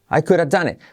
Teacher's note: I coulda done it, con muy poquita T al final.